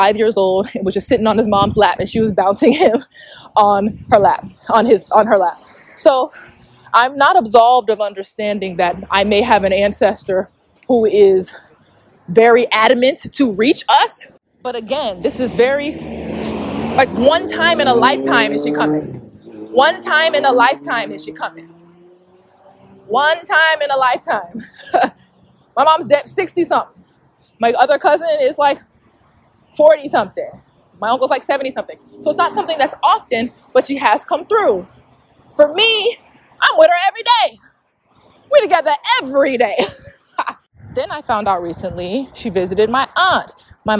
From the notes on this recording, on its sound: I would not be able to take out the background noise